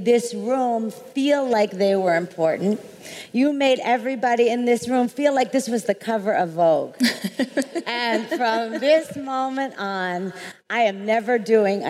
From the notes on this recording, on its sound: How She Built This LIVE! at RISE Minneapolis. Sit in on one of our AMAZING panels from RISE Minneapolis.